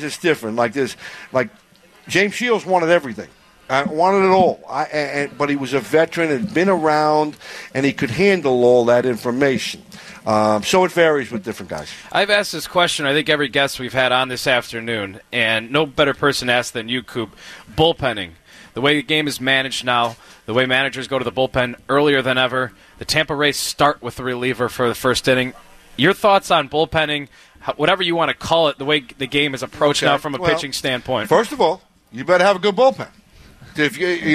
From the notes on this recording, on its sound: live from SoxFest 2019